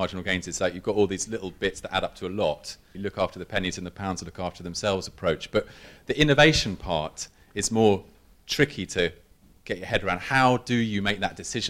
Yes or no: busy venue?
yes